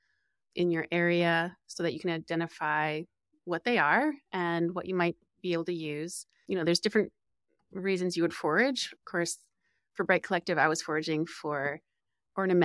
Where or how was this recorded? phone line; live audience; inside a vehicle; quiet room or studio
quiet room or studio